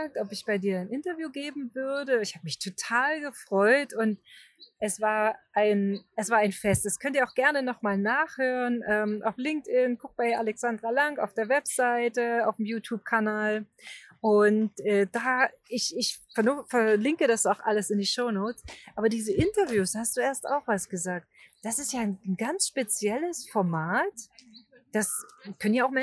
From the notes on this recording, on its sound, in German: wurde dieses Wunder-Interview aufgezeichnet - mitten auf einer Parkbank in Einsiedeln in der Schwyz